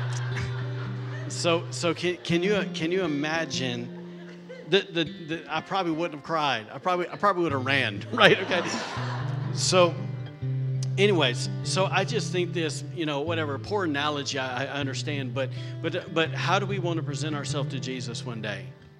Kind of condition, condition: setting, large echoing room